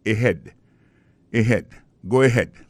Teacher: accent tonique là tombé sous deuxième syllabe